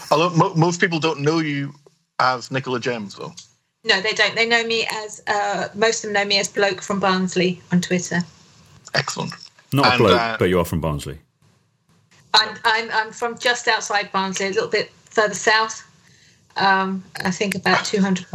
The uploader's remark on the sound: Sorry for the audio quality in this one, we had to record the skype stream directly.